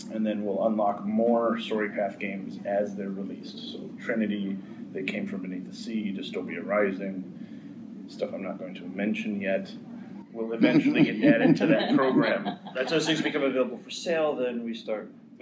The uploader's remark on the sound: Gen Con Panel. The sound quality for the panel isn't amazing, as it's recorded in a panel room.